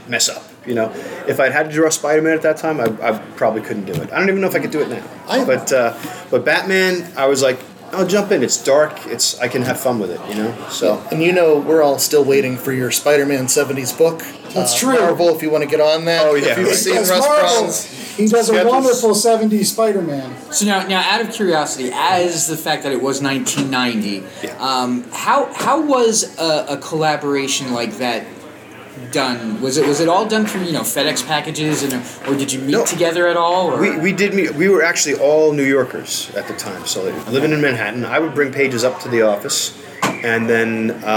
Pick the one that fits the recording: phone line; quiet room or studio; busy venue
busy venue